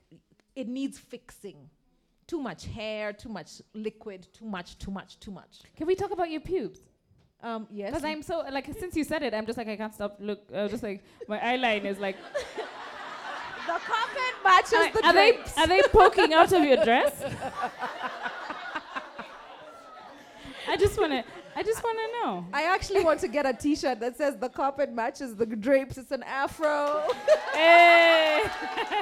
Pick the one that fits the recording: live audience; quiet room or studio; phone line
live audience